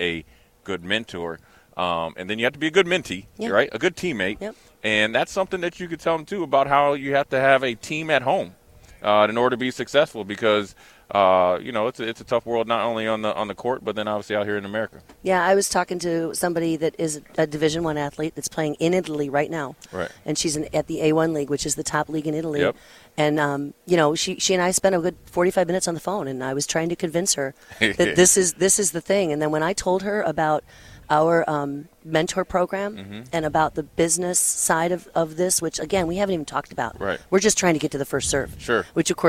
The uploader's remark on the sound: LIVE at CHI Health Center